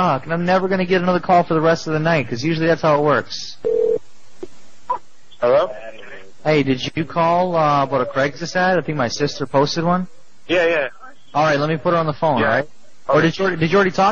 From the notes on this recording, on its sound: Prank Phone Calls